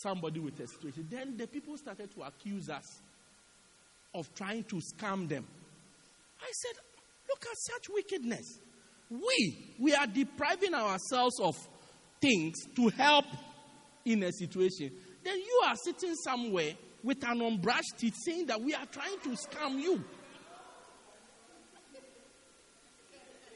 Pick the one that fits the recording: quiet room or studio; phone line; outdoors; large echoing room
large echoing room